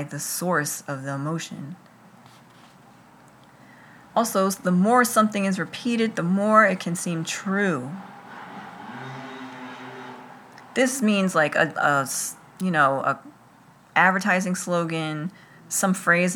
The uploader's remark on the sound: includes the ambient background sounds of summer in Philadelphia